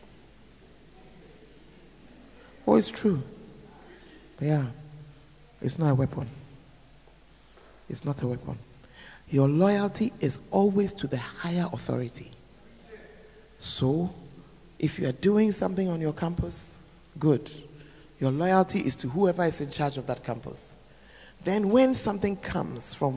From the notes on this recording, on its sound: Preached At The 12 Foundations Of The Bacenta Camp